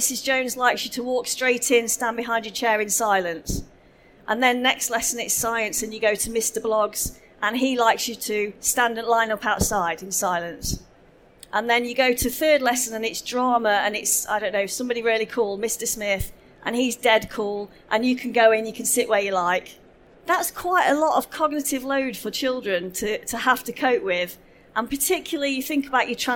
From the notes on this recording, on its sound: This session was recorded live on 14th November 2019 in the SEND Theatre of the Schools & Academies Show at the NEC in Birmingham.